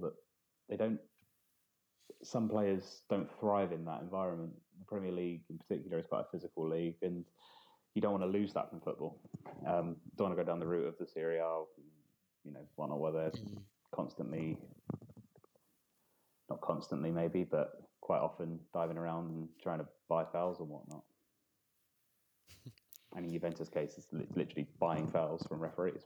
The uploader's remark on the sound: Apologies folks in advance for minor sound quality issues